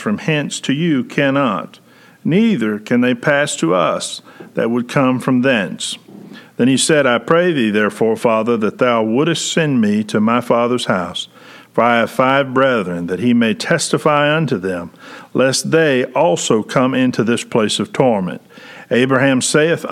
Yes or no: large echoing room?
yes